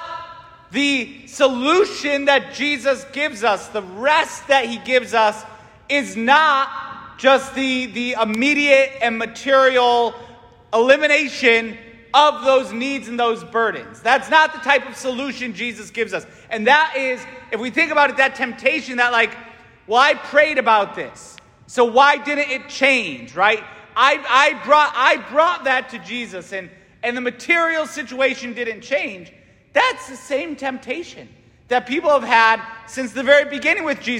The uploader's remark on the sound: St Francis Catholic parish homily